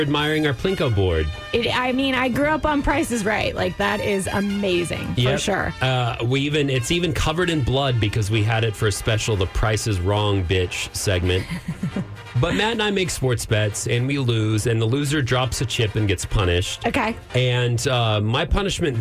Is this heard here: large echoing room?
no